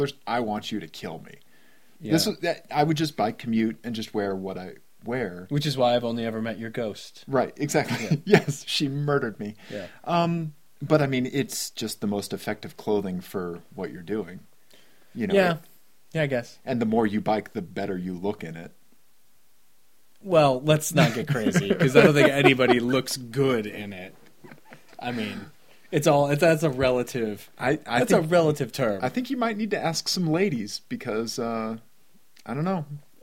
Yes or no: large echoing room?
no